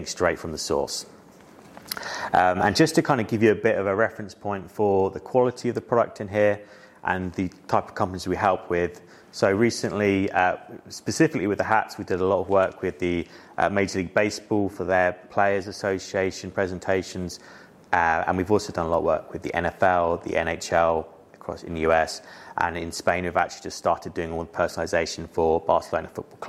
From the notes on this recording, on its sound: Headwear LIVE 2023. LIVE talk from their Headwear Event on June 28th.